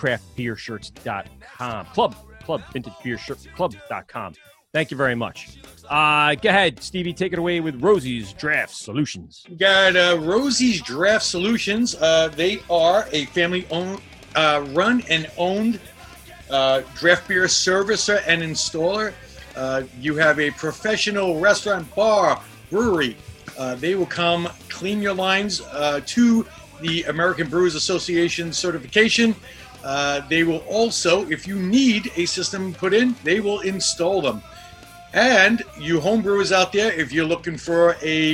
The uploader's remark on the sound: Brews a Beer at Hopsters in Boston MA and lives to tell the tale.